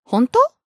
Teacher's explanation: they just raise the intonation at the end to make it sound like 本当?